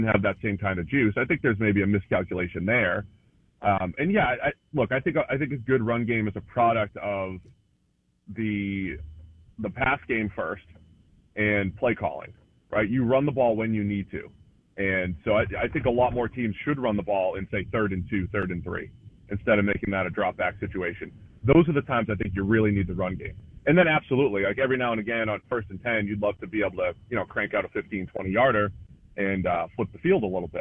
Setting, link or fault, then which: link, phone line